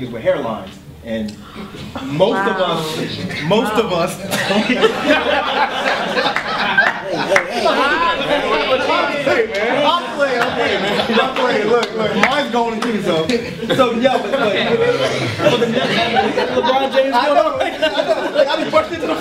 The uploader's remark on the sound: DEHH Live Panel Discussion